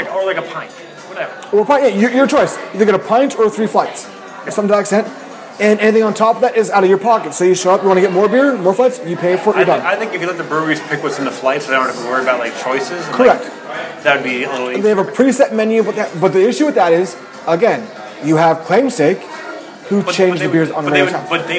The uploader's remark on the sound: record live in Claimstake Brewery